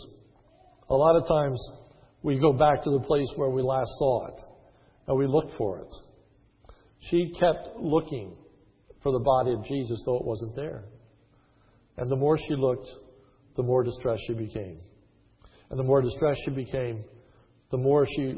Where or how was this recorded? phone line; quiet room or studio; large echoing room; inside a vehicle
large echoing room